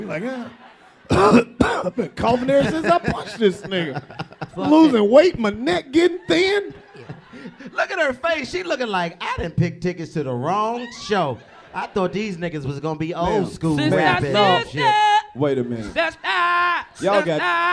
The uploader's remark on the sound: The 85 South Show Live In Cashvile